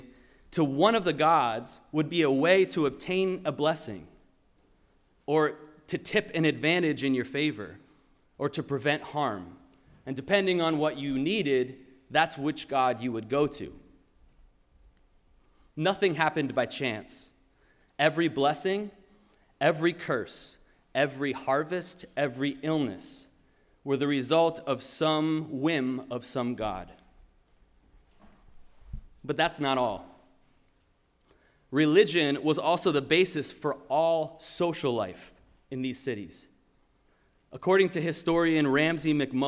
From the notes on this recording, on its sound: Sermon preached at RCHP.